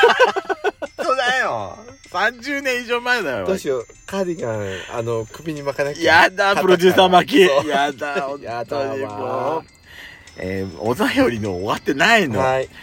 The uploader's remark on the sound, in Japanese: パーキング収録